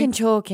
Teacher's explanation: Breathy and ends like it's going upward. · Term: Irish accent